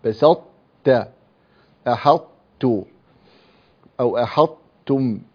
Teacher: نحن نفك صفة الإطباق، يعني نتخلى عن صفة الإطباق في الطاء